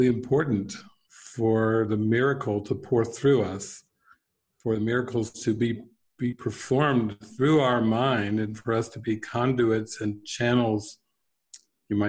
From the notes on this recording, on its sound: Q&A session from the "Prayer—The Medium of Miracles" online retreat